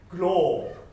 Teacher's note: 喉の奥のグッって音があって、でその音には絶対母音としてグーは入らないわけで、グではなくてグッグッグッ、この音があっての、そしてローになります。グロー、このまずオーという母音が完全にオとしてあってください。オー、どうぞ。オー、はい、もう一回言います。オー、はい、オー。でそのオーの前に舌が上